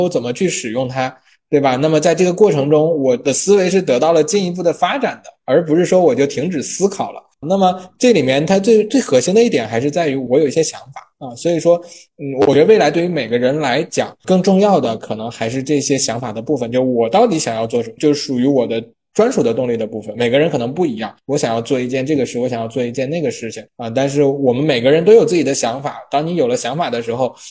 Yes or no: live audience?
no